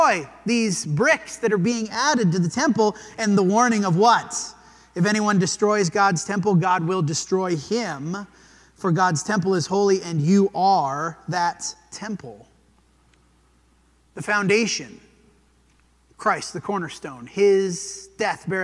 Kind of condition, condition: setting, large echoing room